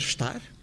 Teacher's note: Podemos pronunciar estar, e aí dá-se uma elevação, o E torna-se I é uma vogal mais alta, ou então podemos deixar cair o E totalmente e dizer estar, o que muitas vezes acontece quando não dizemos simplesmente estar, e nesse caso, então, temos realmente uma eliminação do som vocálico.